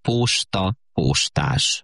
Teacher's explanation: Nagyon sokan rövidóval mondják posta, postás. De valóban sokaknál az az ó megnyúlik